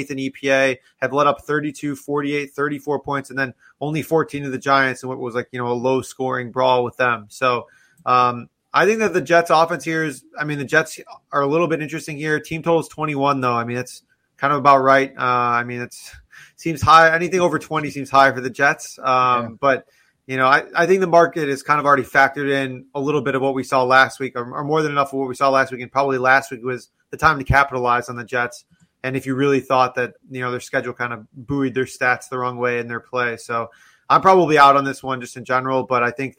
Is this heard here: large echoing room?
no